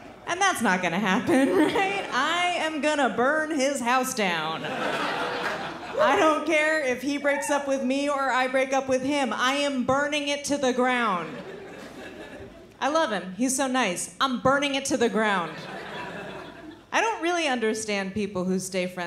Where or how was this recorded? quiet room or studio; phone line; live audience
live audience